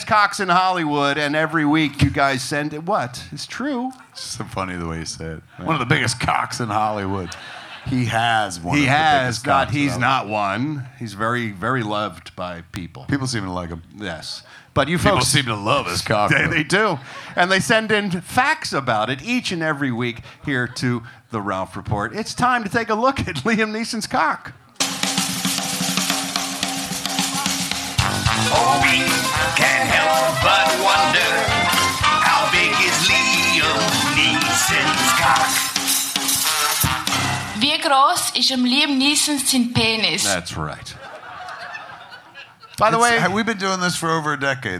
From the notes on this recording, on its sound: perform live at Flapper's Comedy Club on January, 27, 2024